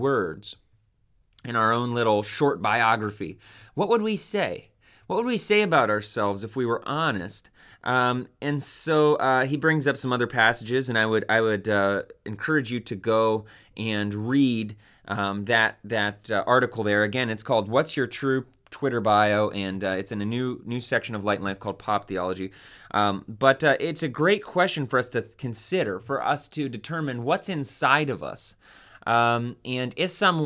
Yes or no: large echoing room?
no